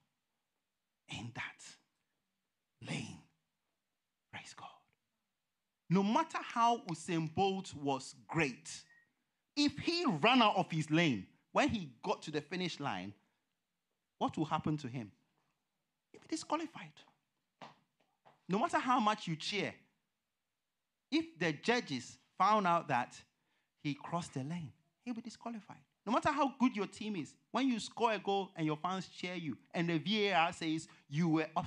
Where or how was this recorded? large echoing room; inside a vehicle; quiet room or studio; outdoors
large echoing room